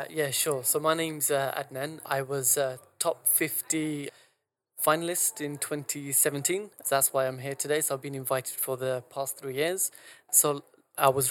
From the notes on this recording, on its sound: This episode was recorded at this year's GESF.